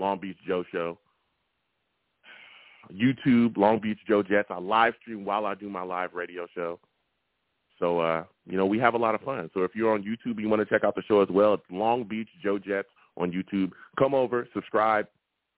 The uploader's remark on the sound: I also took live callers and they went wild!